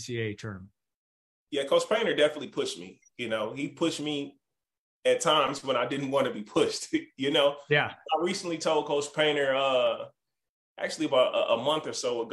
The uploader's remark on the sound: Birthday Zoom